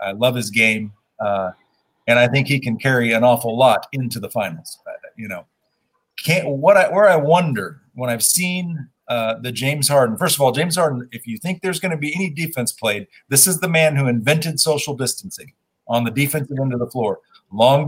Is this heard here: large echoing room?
no